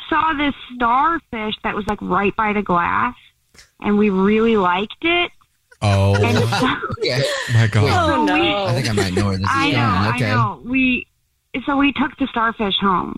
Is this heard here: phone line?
yes